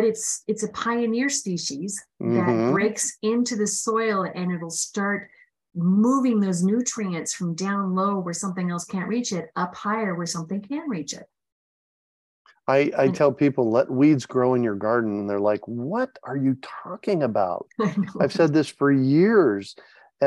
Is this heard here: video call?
yes